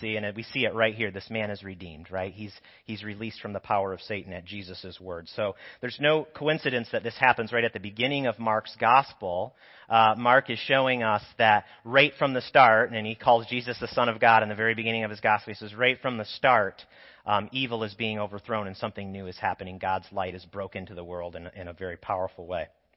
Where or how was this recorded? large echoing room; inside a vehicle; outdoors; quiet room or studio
large echoing room